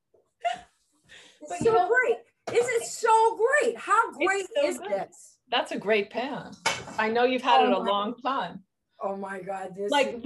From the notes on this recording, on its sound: It’s the recording of a private zoom lesson.